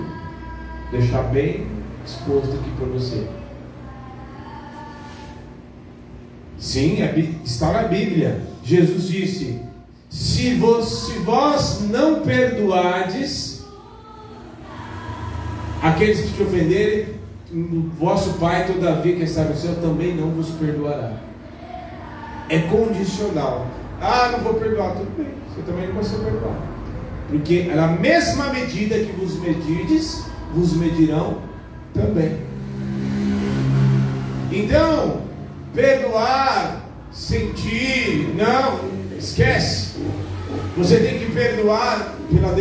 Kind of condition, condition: setting, large echoing room